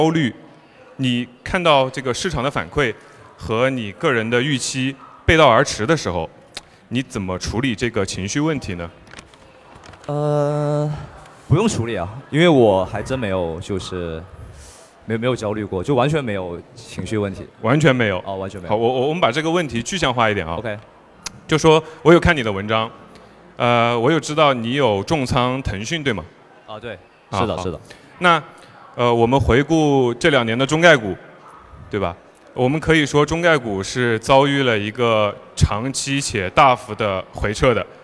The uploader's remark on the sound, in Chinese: 本期节目是我在雪球嘉年华现场的对谈录音。嘉年华是他们每年底都会办的一个线下大型交流活动。